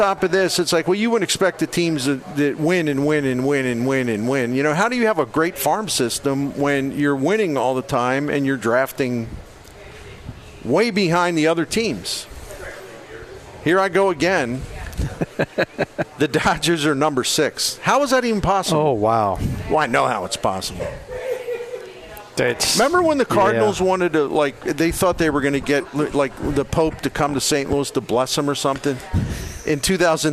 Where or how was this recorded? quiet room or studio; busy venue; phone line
busy venue